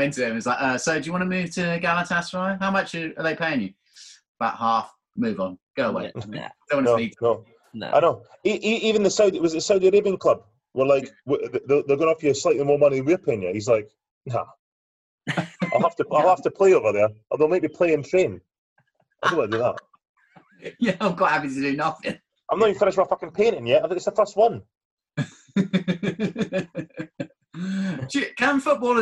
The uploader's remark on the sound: Back on zoom chat due to the Covid restrictions and not a pint in sight...